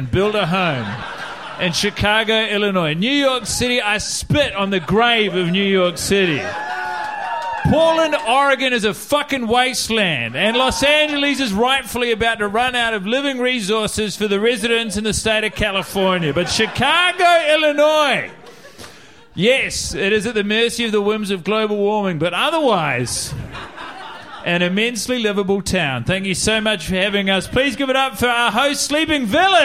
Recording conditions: live audience